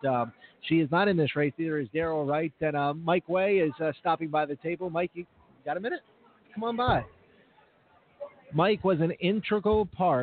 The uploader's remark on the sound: Live from Jackson Raceway! Is proud to announce its live remote schedule for Sunday’s (July 8) Jackson, Mich., Fairgrounds event.